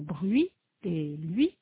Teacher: Pour prononcer le son U, comme dans bruit et lui, la langue est appuyée contre les dents inférieures pour prononcer le son U et reste dans cette position pour prononcer le son I · Term: la semi-voyelle U